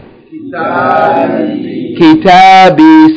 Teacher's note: Short vowel, long vowel, long vowel. Three syllables. Short, long, long.